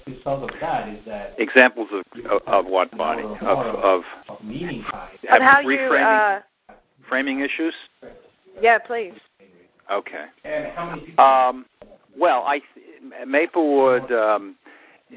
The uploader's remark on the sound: Call recorded on January 13, 2011.